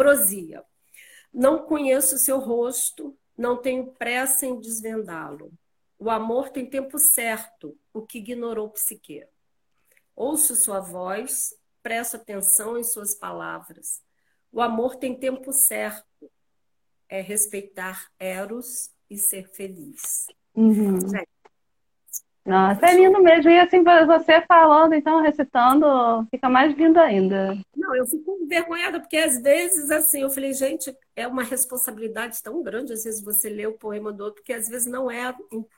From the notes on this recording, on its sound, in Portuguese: Áudio da Live feita no Instagram